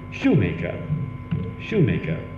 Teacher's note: there was a stress on the word shoe, but no stress on the word maker · Term: stress on the first element